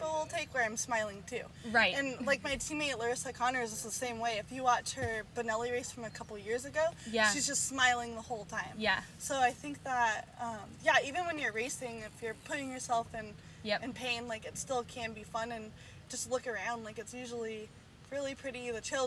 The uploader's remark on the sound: a special outdoors edition of This Dirt Life, post race at Fontana for the KMC Chain SRC Winter Series